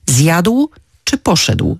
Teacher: Pomijamy też bardzo często ł na końcu wyrazów w takich wyrazach jak na przykład zjadł czy poszedł.